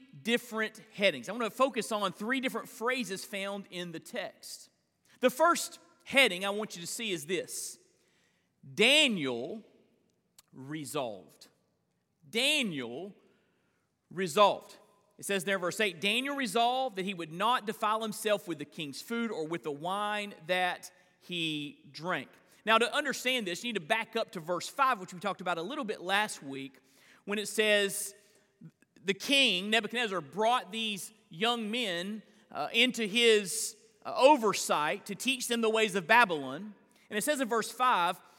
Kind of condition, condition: setting, large echoing room